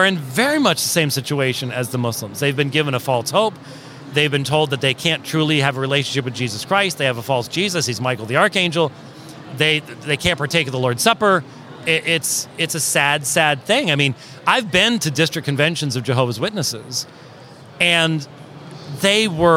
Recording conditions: busy venue